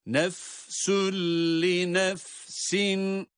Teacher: Burada idgamı bilahunne ile tutmadan geçiyoruz.